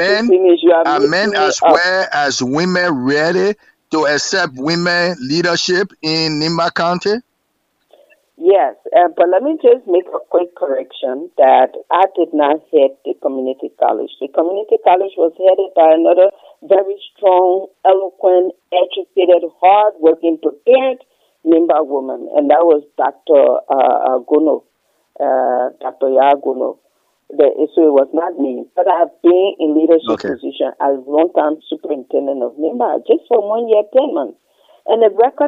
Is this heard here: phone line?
yes